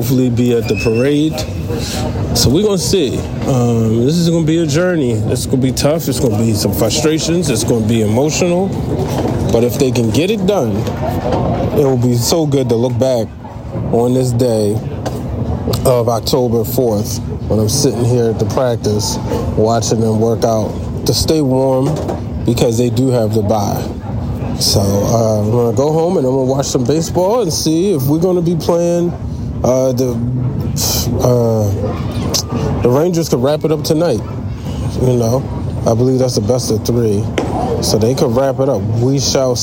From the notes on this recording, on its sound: Live at Oriole Park at Camden Yards. The Baltimore Orioles' Postseaon workout.